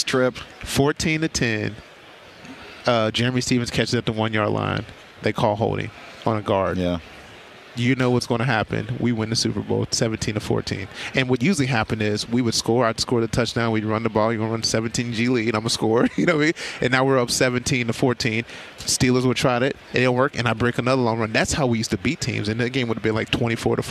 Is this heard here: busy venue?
yes